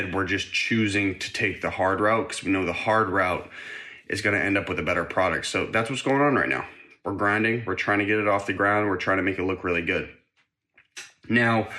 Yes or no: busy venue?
no